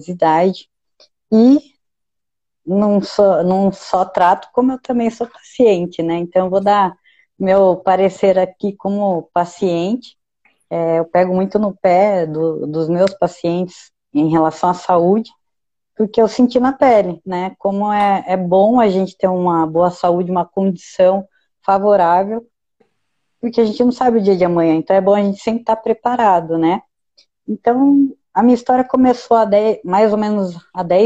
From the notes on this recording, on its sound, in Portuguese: Bate-papo descontraído retirado de uma live